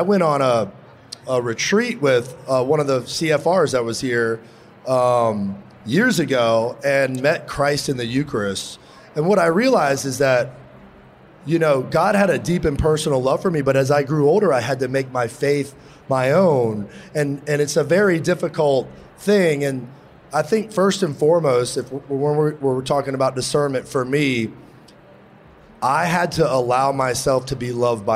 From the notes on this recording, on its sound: LIVE From SEEK 23. Recorded in front of a live audience.